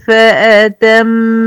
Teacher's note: هنا عندي ميم مشددة ونون مشددة في كلمة واحدة، لازم أعمل لهم غنتهم أكمل ما تكون. حتى عند الوقف على النون هنا أنا وقفت عليها نون مشددة، هعمل لها برضو غنتها كاملة ولكن هسكنها، مش هقول فأتمهن، لا هقول فأتمهن.